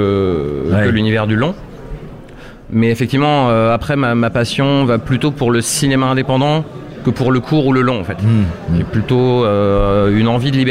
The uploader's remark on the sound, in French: Émission spéciale Fête du Court Métrage en direct du Carreau du Temple à Paris. Réaliser en direct durant 3 jours un court métrage sur les lieux même de la fête !